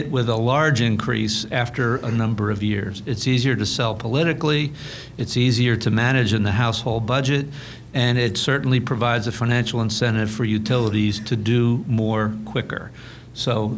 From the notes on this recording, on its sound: This NJ Spotlight Roundtable was held Friday, April 1st, 2016 at Mercer County Community College, James Kerney Campus in Trenton, N.J.